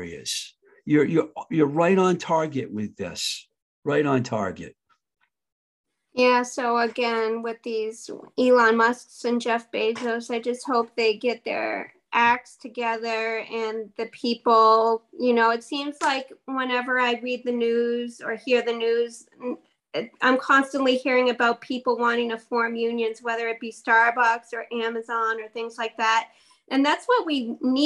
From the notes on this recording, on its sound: Recorded on Zoom